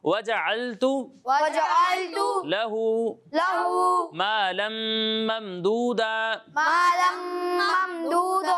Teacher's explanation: یہاں غنہ کی مقدار ایک الف کے برابر ہے